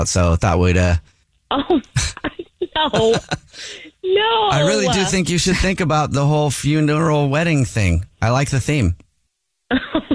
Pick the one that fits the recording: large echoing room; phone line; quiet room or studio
phone line